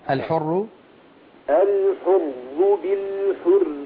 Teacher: بالراء مشددة مكسورة مرققة